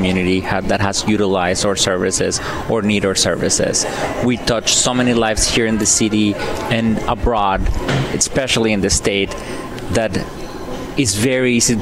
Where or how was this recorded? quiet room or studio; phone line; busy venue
busy venue